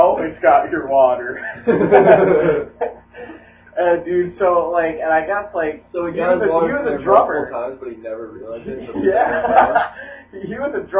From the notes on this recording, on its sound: Welp 0 editing done to it, horrible audio quality, and minus 2 people!